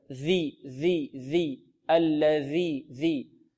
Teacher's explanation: الذال تخرج من طرف اللسان مع أطراف الثنايا العليا